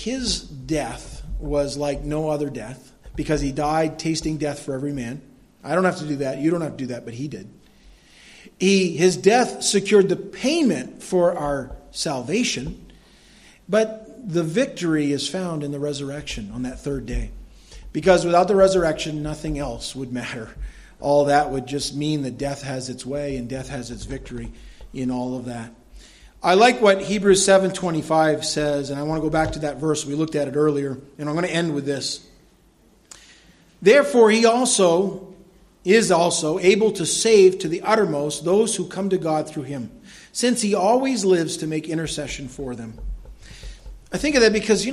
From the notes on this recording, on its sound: was delivered at Madawaska Gospel Church on the morning of August 14, 2016